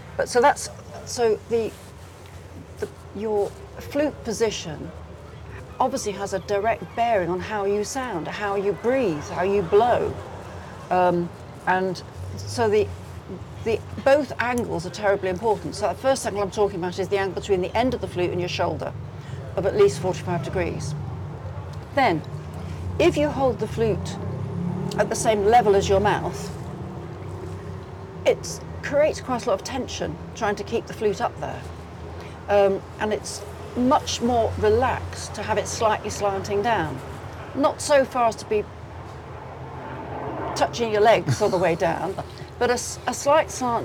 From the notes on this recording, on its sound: meet in a coffee shop in the seaside town of Hove